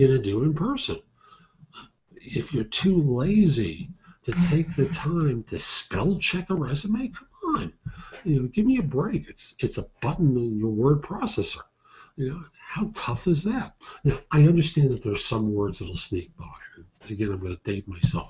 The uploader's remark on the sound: Originally recorded as a Google Hangout simulcast as a live show